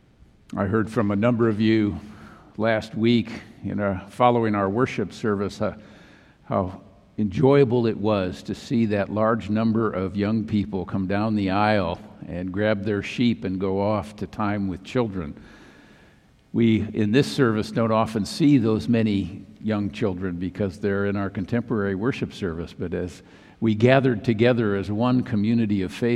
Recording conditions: large echoing room